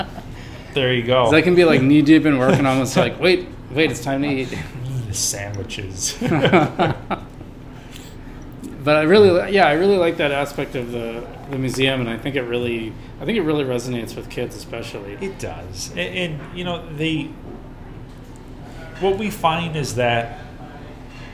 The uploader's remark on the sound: Live at Daly's